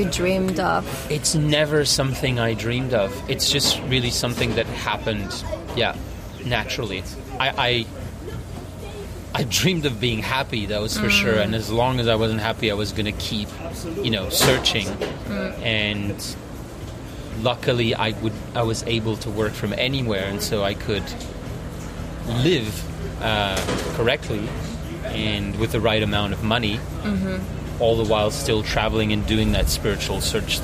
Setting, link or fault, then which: fault, wind noise